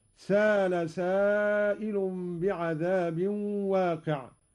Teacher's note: قرأ قالون بدون همز هكذا